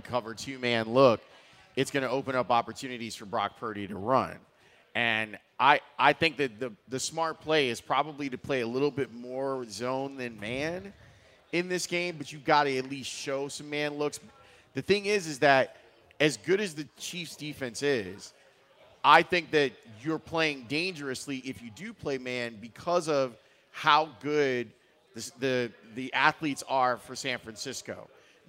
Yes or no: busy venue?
yes